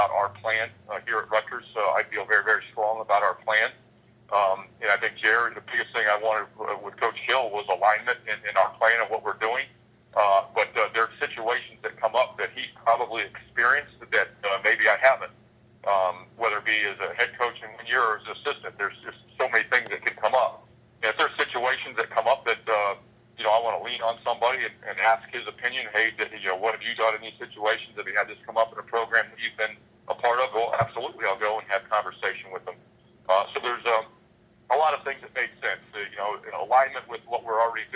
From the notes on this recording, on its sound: Listen to the teleconference between media and Rutgers.